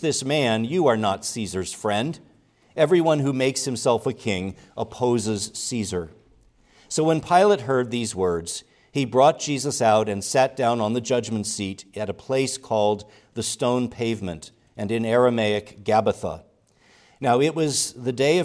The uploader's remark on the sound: preached at Grace Orthodox Presbyterian Church in Sewickley, PA, during the morning Worship Service on Sunday, January 7, 2024